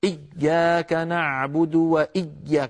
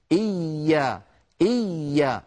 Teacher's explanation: لا بد أن نلاحظ بأن الياء كما ذكرت يا إخوة حرف رخو · Shown in: second take